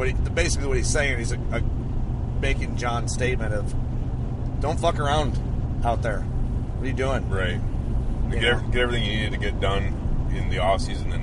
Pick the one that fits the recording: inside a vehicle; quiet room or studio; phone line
inside a vehicle